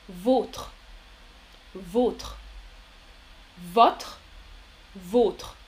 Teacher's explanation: Le deuxième est O, plus, plus fermé